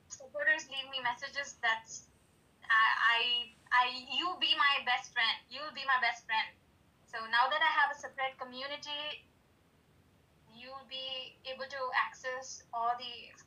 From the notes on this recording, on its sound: there was a few technical issues and I've tried to enhance the background recording as best I could